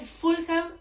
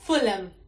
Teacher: Y por último, no es Fulham, es Fulham. La H no se pronuncia · Shown in: second take